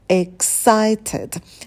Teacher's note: Обратите внимание, что первый звук – это краткий «и». И «экса», потом у нас дифтонг «ай», «excited», и заканчивается также на краткий «и», «excited about», быть взволнованным.